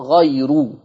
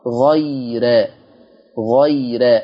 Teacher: لو احنا جبنا الجدول، حفص عن عاصم، اهو روايه حفص عن عاصم، قرا حفص بضم الراء غيرو، انما ورش عن نافع قرا غيرا، قرا بفتح الراء مع مراعاه الترقيق · Shown in: second take · غيرا غيرا، هي قرأ ورش بفتح الراء مع مراعاة الترقيق.